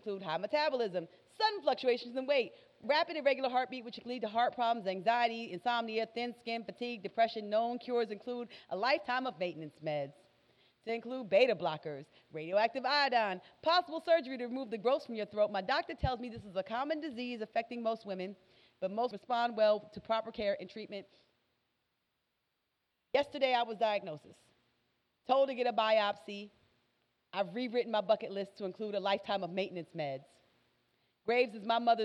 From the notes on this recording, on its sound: Our September 7th 2019 live show